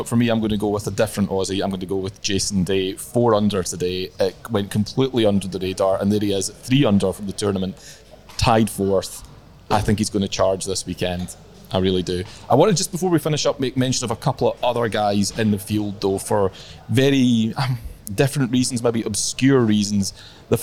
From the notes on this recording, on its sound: The Open Commute - Round 2 recap - LIVE from Royal Liverpool. The 151st Open Championship has reached the halfway stage.